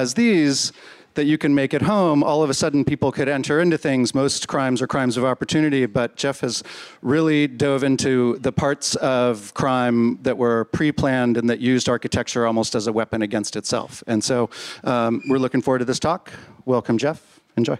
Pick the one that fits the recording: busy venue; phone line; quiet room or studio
busy venue